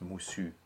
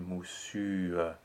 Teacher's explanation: So we go from a mixed vowel U to mixed vowel OE. · Shown in: second take · And they don't change because they're together. · Term: schwa